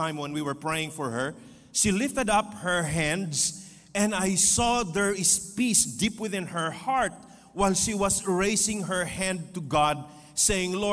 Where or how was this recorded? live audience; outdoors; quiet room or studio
live audience